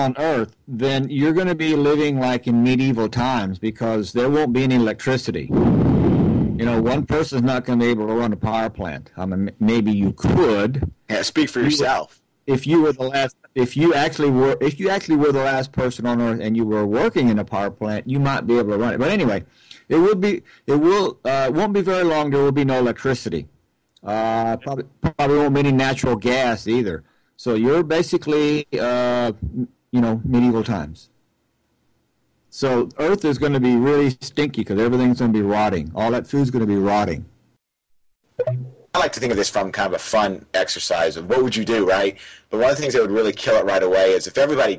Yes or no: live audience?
no